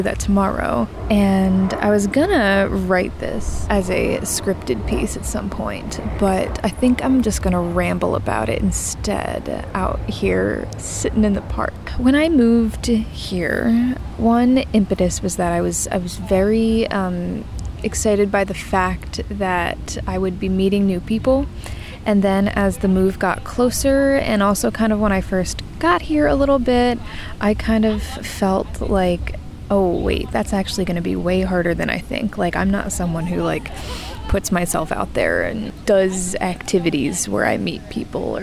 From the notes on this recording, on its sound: Practically an audio diary entry made from Prospect Park